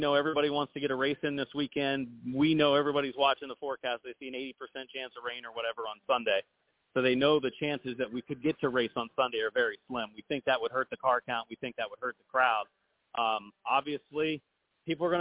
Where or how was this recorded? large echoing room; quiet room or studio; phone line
phone line